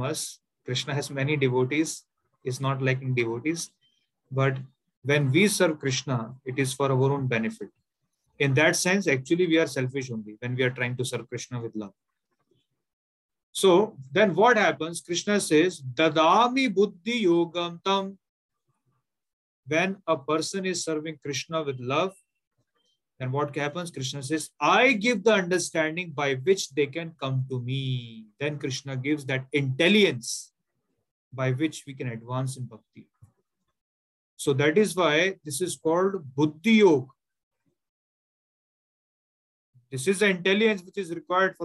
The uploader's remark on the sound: Zoom recorded class